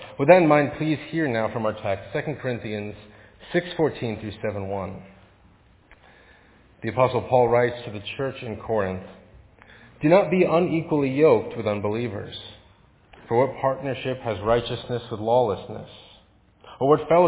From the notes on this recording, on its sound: Faith Presbyterian Church – Evening Service